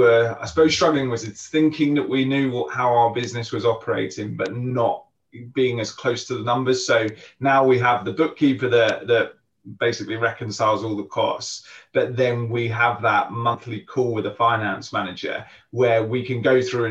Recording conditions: video call